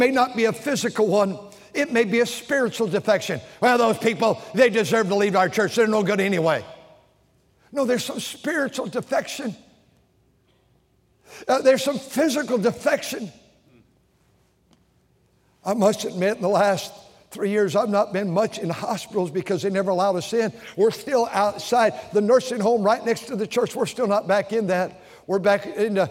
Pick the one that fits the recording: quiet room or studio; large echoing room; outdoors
large echoing room